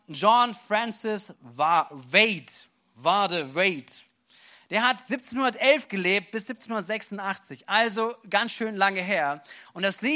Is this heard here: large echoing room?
yes